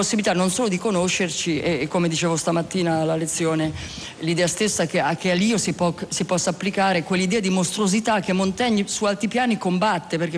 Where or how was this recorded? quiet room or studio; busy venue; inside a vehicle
busy venue